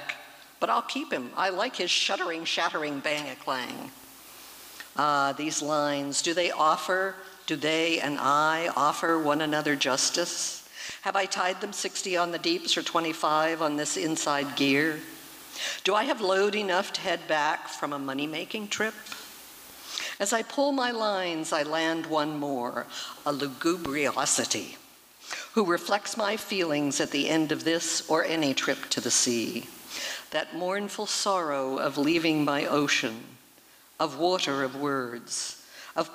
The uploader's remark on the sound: performance was recorded at the Liberty Theatre on Saturday, February 25th, 2023